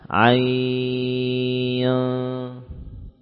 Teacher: panjangkan dulu mad ain 4 sampai 6 harakat, lalu huruf nunnya kita samarkan. Ain, samarkan dengan suara gunnah yang tipis. · Term: ikhfa